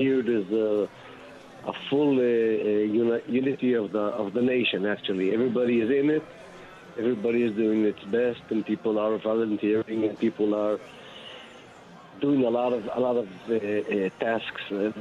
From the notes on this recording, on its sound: broadcasting LIVE from from Caesars New Orleans!